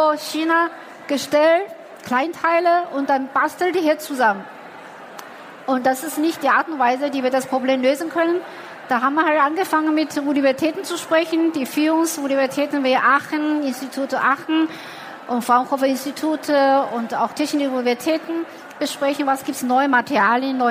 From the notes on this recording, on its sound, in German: Der Vortrag wurde im Rahmen der Messe herCAREER-Expo. Im Live-Interview.